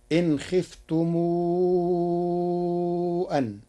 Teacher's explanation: قرأ ورش كلمتي خفتم أن بصلة ميم الجمع مع المد